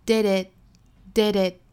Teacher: Did it 连读 did it did it it 尾部 t 的音略掉